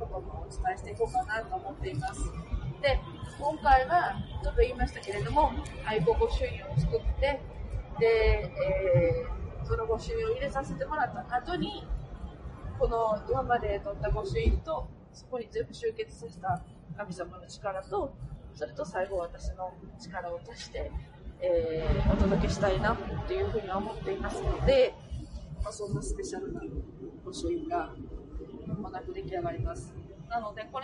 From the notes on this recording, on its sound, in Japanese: 新幹線の車中で収録をしたので。かなり雑音が入って聞きづらいですが、。